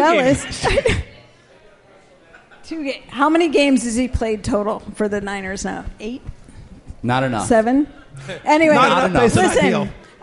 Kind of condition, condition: setting, busy venue